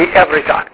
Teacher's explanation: that diphthong changes just a little bit into the ev instead of the u